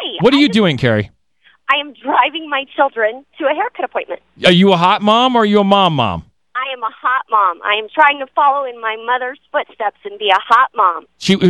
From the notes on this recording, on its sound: This was the final on air 1hour live air, real callers audition.